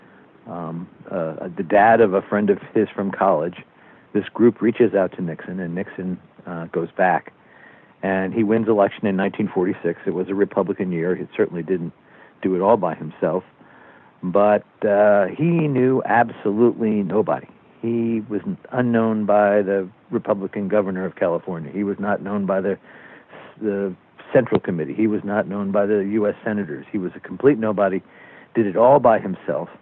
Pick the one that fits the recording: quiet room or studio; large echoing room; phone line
phone line